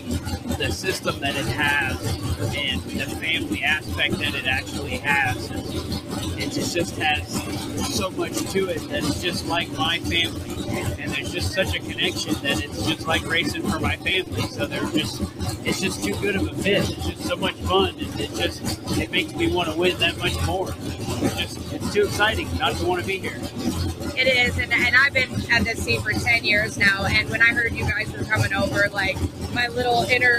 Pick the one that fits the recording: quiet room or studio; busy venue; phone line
busy venue